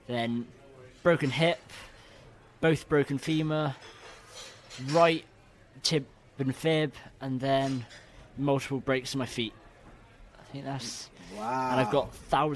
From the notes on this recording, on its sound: Recorded earlier this year at the Warriors Assemble awards.